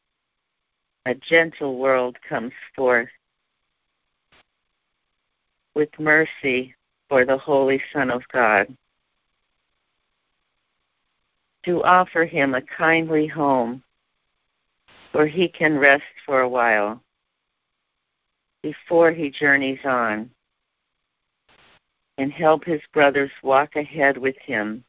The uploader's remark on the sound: Conference Call